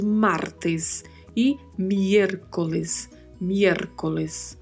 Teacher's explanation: lembrando do R vibrato e da letra E sempre com o som mais fechado